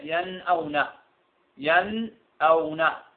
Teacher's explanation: إظهار في نفس ياش الكلف، نظهر النون ننطقها بصورة طبيعية ين أو ن ين أو ن، نون طبيعية خالية من التشديد خالية من الغنة